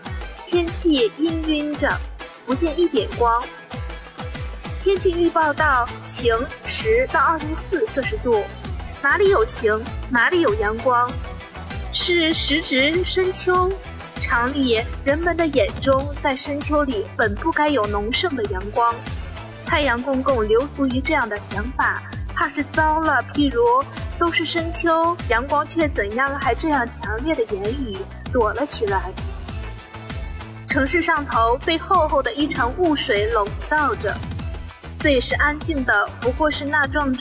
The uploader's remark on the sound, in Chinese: 没带着任何笔、纸、录音设备，只对着一部手机来为您播送。在太阳岛的对面，在松花江边。